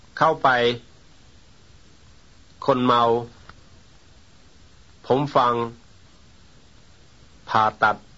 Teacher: the final consonant in the prominent syllable exhibits extra length